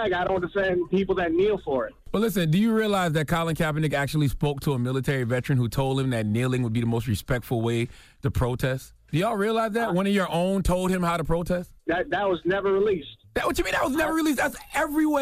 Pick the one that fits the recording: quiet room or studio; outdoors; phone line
phone line